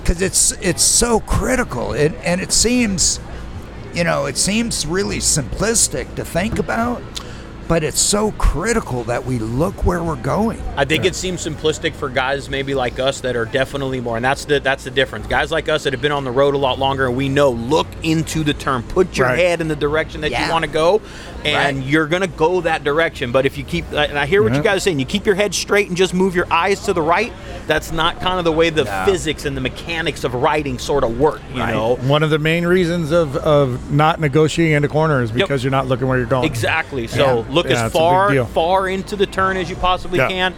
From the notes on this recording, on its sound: Live from Endless Summer at Ventura Harley Davidson. Unfortunately the rain decided to make an appearance this year and cut the show short.